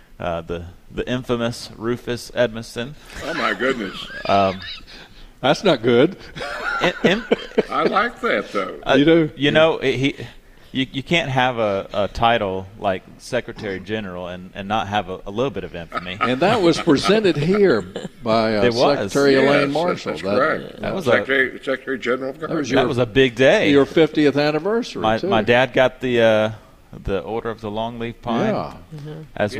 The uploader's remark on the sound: broadcasting live from Logan's Trading Company.